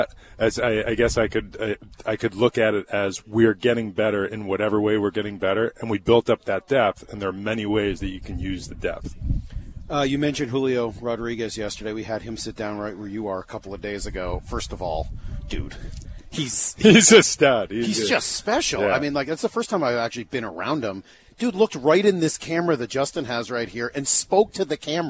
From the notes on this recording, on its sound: live from spring training